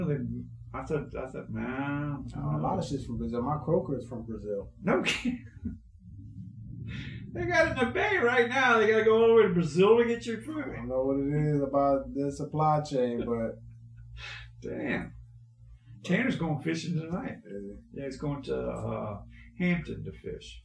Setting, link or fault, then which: fault, poor sound quality